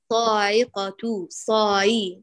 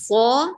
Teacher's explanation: الأمر الثاني لا تقولي صاعقة صاي، نفس الملاحظة، قولي صا، ارفعي الصاد لأعلى المراتب مفتوح بعده ألف، وراعي إطباقه · Shown in: second take